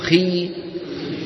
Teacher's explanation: تجد بأن وسط اللسان ارتفع لأن الكسرة بنت الياء، والياء من وسط اللسان.